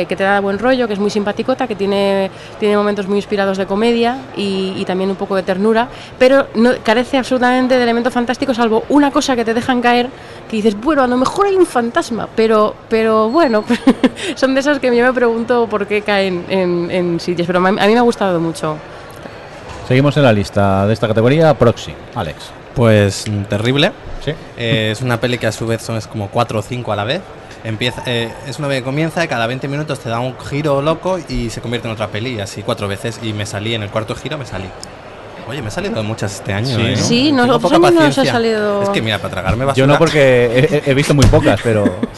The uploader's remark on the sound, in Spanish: Hemos sobrevivido a otra edición del Festival Internacional de Cinema Fantàstic de Catalunya. Sitges 2013 y como le hemos cogido el gusto, hemos vuelto a grabar el podcast desde el festival. Hemos montado el equipo en el hall del Hotel Meliá Sitges, justo al ladito del Auditori.